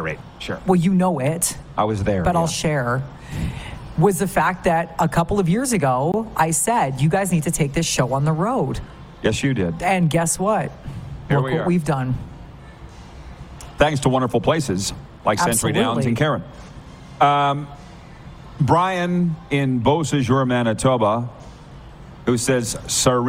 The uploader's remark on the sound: LIVE on Location!